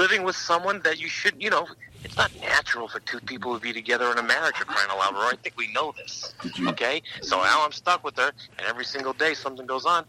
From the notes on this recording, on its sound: phone calls